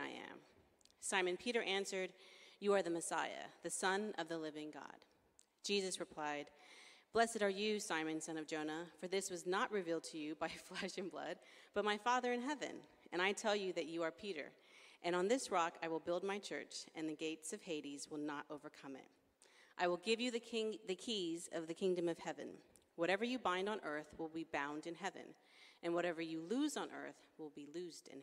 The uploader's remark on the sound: Streamed live at St Paul's Shadwell.